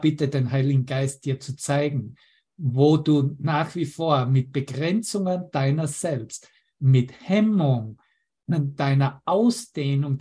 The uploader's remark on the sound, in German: Zoom-Session. Veranstaltet von der Aleph Akademie.